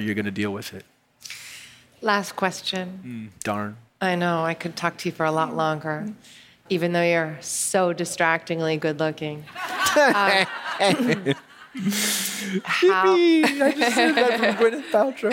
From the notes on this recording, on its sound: On stage at In goop Health. He brought his dog, Maysie, which you’ll hear them talking about.